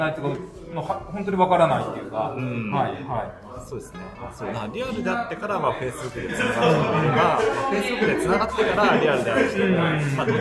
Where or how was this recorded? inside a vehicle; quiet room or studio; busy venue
busy venue